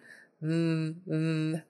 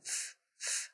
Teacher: So V is pronounced exactly the same as the F as far as placement with your teeth on the lower lip, V, V, except that it's voice. So your voice is on, you can feel it tickling your throat · Shown in: first take · V, V, whereas F is just F, F, silent.